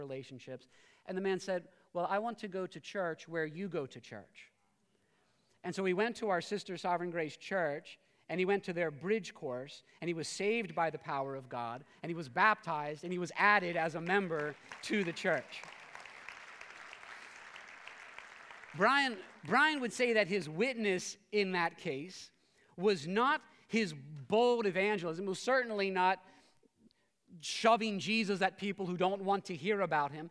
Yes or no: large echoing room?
yes